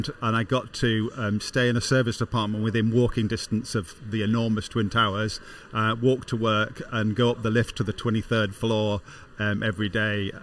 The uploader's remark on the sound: Speak live from the optimise stand at the Project Controls Expo UK.